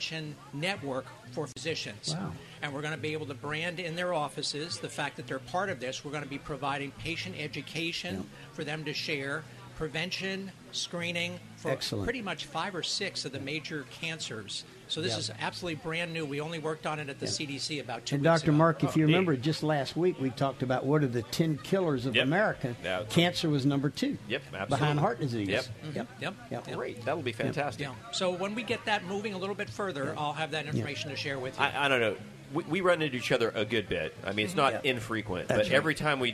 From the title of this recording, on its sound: Live from the Florida Health Care Association Convention